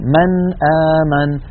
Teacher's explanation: فأخذ رحمه الله رأس الخاء ويكتبون رأس الخاء من غير نقطة، فإذا رأينا رأس الخاء يعني كأنها حاء فوق نون ما، فإن هذه النون ساكنة يقرعها اللسان، مثلا من آمن من، فيقرع اللسان مخرج النون عند الهمزة ولا يتأثر بمجاورتها أبدا · Term: الإظهار